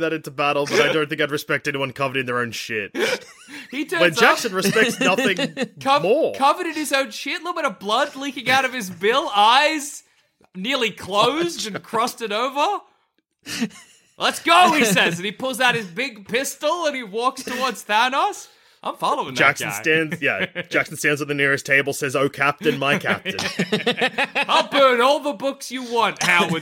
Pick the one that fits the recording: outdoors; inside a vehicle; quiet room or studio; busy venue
quiet room or studio